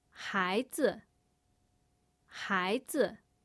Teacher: Note that the second syllable there z has no tone. · Term: neutral tone